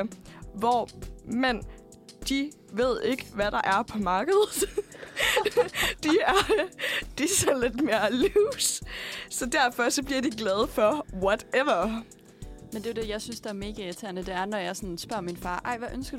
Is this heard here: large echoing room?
no